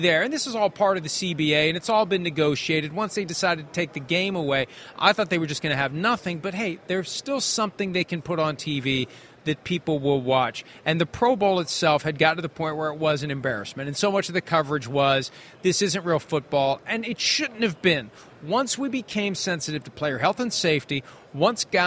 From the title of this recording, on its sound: PFT Live from Super Bowl Media Week in Arizona